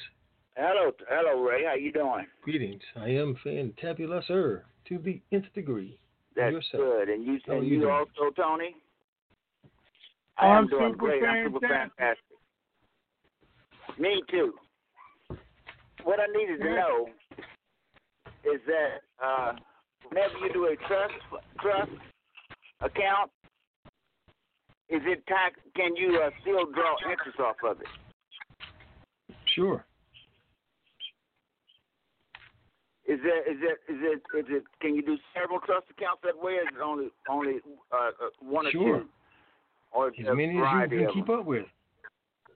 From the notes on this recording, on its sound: TNTSuperfantastic Conference Call.